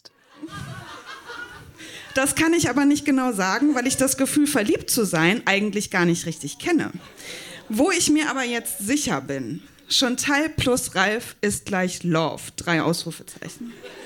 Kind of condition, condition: setting, live audience